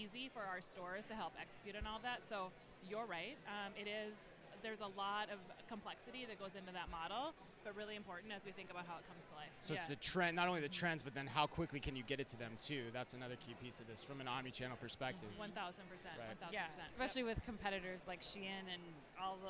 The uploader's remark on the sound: Live From eTail